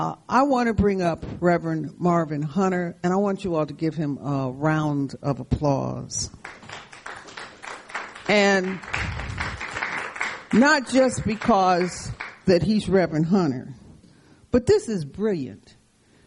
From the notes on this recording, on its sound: Kick off the panel discussion event. This episode was recorded on Wednesday July 15, 2020 in the Lawndale neighborhood of Chicago at a Town Hall Meeting and Live Panel Discussion.